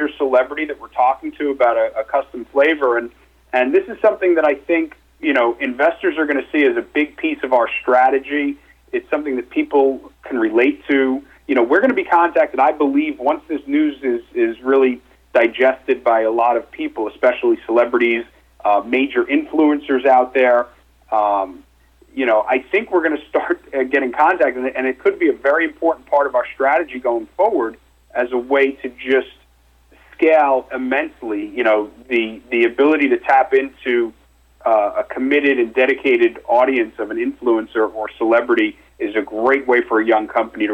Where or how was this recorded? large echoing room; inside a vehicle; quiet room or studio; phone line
phone line